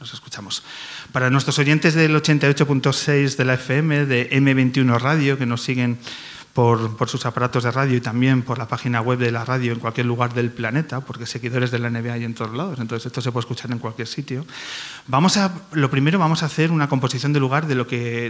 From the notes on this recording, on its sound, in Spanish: En nuestra nueva casa, el Teatro del Barrio, y con la presencia de público en directo